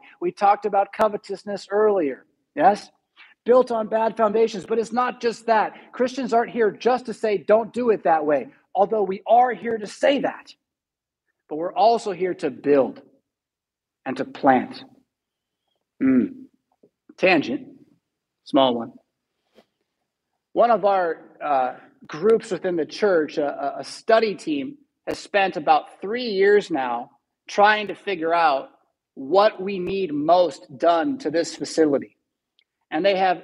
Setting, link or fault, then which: setting, large echoing room